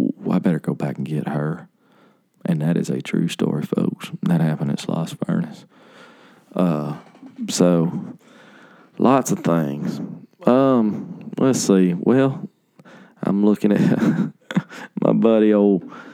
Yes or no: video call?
no